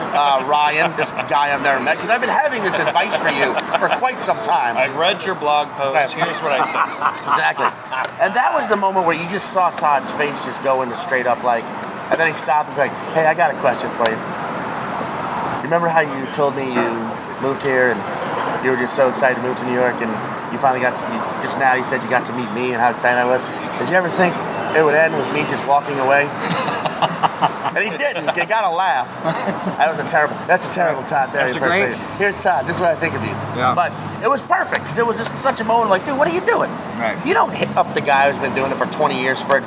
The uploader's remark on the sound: At The Larchmont Tavern. At Larchmont Tavern.